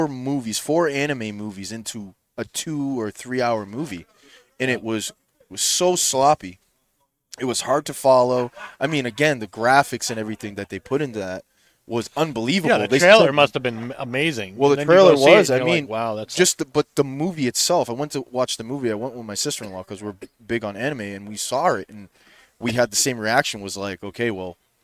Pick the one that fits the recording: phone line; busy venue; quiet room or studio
busy venue